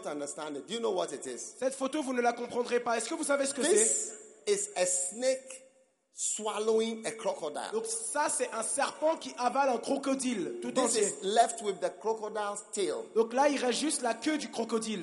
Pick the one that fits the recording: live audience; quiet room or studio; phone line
live audience